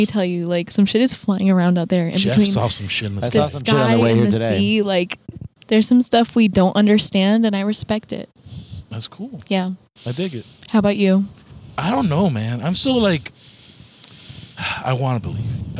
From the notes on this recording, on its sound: we are in the car